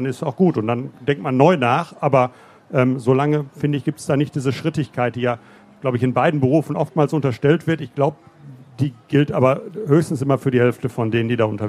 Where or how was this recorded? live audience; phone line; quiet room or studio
live audience